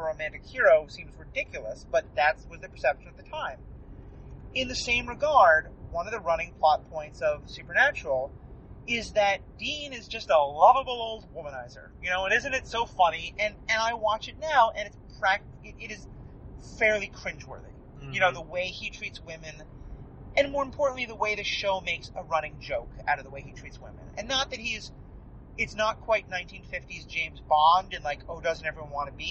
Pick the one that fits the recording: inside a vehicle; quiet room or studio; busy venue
inside a vehicle